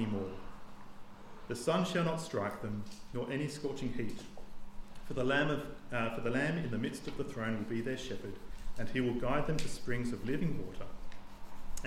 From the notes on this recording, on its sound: This sermon was preached on the 28th of January 2024 at all services of Helensburgh and Stanwell Park Anglican Church.